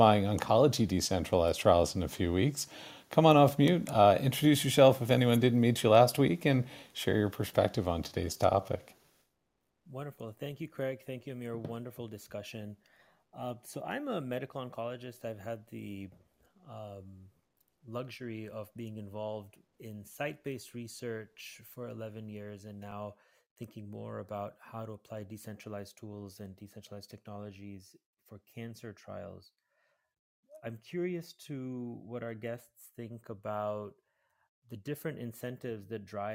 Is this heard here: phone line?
no